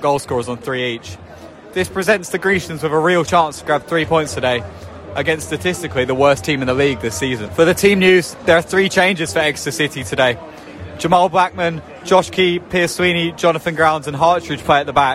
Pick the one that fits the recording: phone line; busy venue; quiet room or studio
busy venue